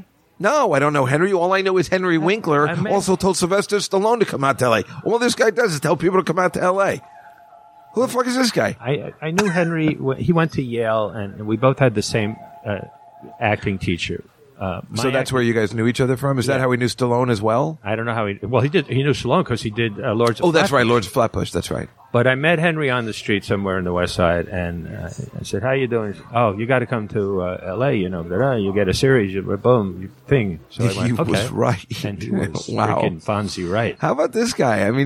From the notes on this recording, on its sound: Live From the Comedy Cellar.